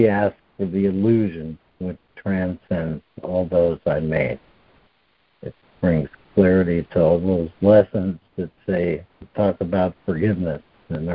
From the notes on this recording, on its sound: ACIM Daily Conference Call.